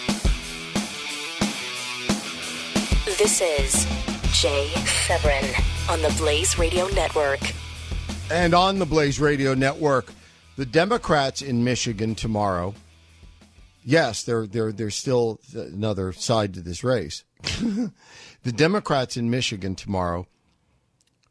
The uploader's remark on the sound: Your phone calls.